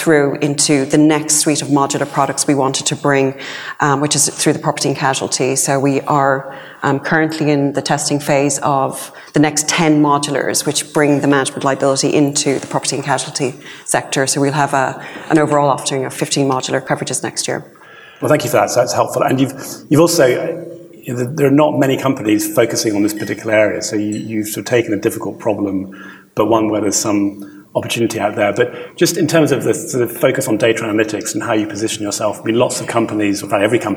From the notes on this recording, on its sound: one of the keynote presentations at the Cytora conference in November